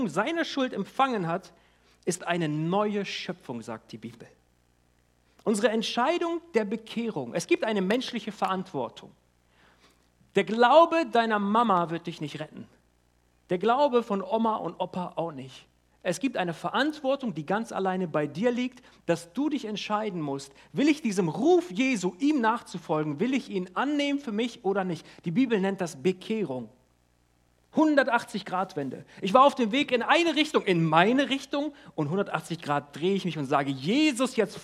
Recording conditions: large echoing room